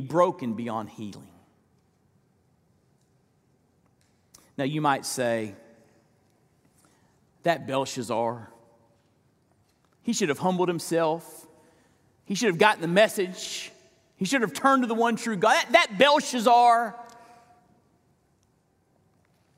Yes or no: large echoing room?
yes